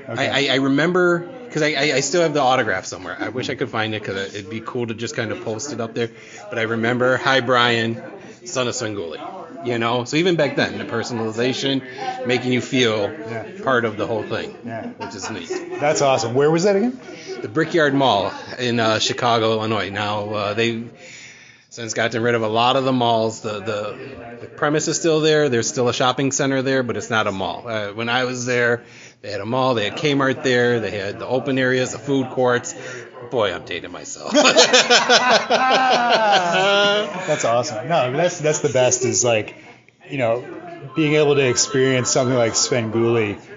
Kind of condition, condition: setting, busy venue